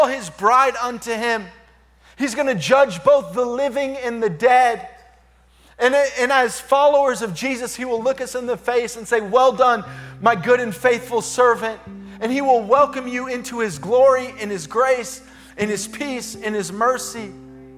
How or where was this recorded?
large echoing room